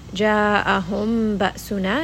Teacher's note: we are going to merge this meme within the ba